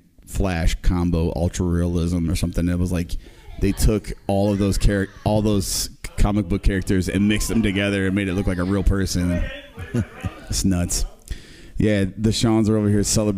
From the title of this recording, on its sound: LIVE at the LAN